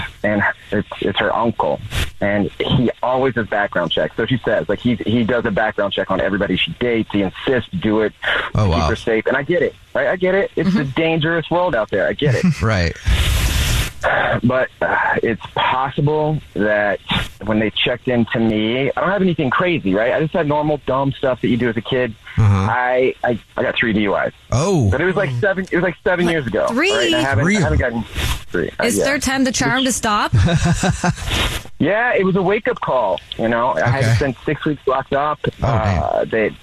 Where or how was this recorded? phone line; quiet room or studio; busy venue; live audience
phone line